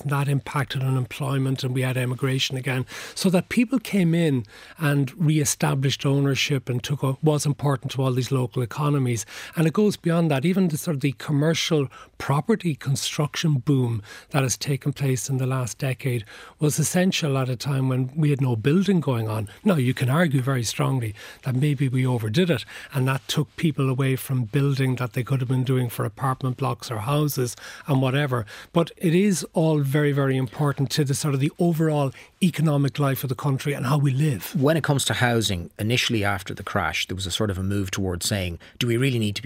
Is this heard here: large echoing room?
no